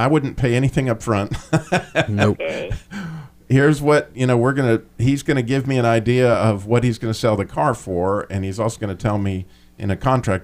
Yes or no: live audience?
no